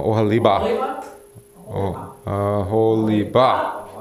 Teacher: the accent's on the last syllable